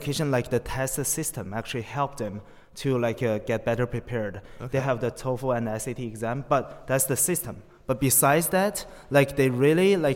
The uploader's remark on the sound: live at the Princeton US-China Global Governance Forum